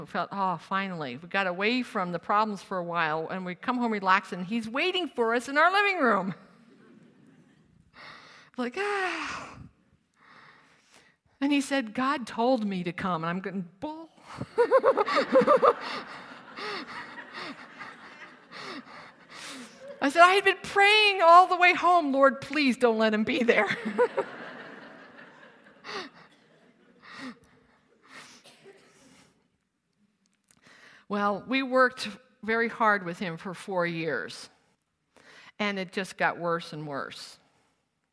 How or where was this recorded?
live audience